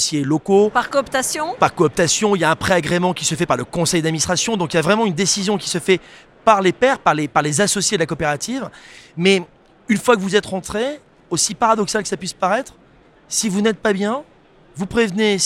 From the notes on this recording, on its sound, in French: Cet épisolde a été enregistré en live du RENT.